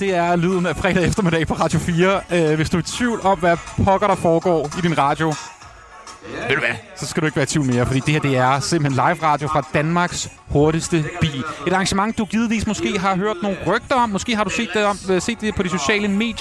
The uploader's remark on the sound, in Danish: I denne udgave er Fredagsmissionen er vi taget til bilfestival i Padborg, Danmarks Hurtigste Bil. Og snakker med de glæde og fulde festivalgæster.